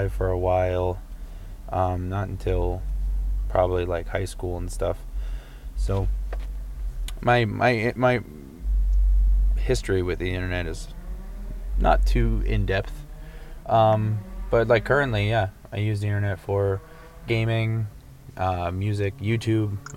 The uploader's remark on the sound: Recorded from a car and an office with the help of a phone call